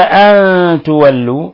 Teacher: نون ساكنة جاء بعدها حرف التاء، الحكم التجويدي إخفاء حقيقي لأن التاء من حروف الإخفاء الحقيقي.